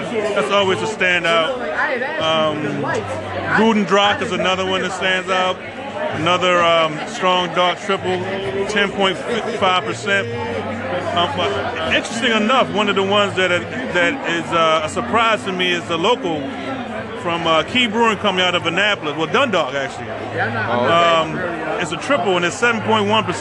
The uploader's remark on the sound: Still at the festival. Pizza Party at Belgian Beer Festival in Baltimore.